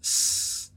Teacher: En inglés, ese sonido de la S es unvoiced. Es decir, que no vas a utilizar tus cuerdas vocales. Solamente sale aire.